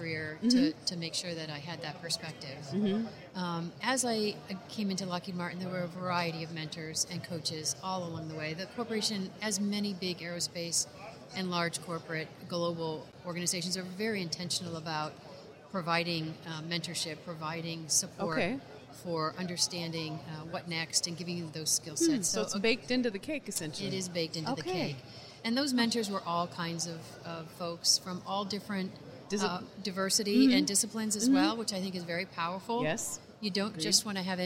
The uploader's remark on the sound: live from the floor of the 2019 NSC Expo